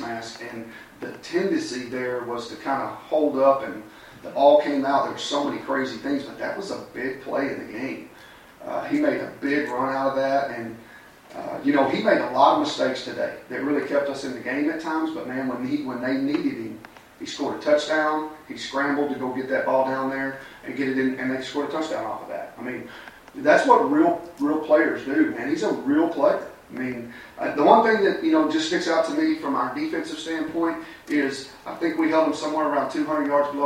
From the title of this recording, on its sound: Press Conferences & Post-Game Interviews